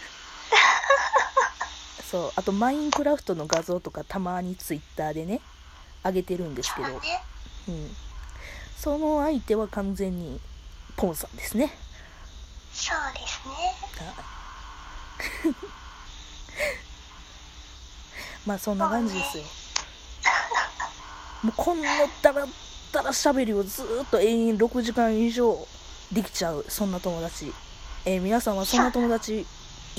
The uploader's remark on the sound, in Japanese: モーター音等の雑音が常に入ってますが